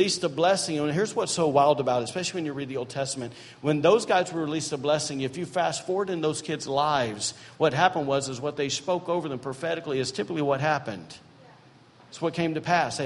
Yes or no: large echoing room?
yes